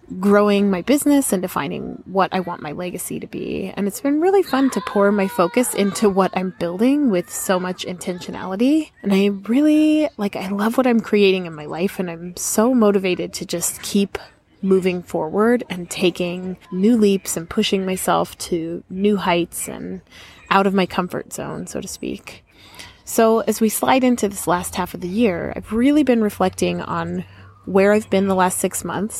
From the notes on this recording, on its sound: A Park Bench Conversation. An open-hearted, off the cuff chat from the park. Lavalier Lapel Microphone.